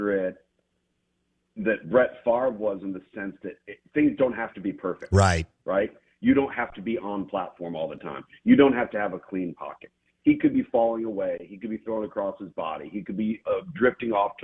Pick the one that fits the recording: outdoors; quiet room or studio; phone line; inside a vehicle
phone line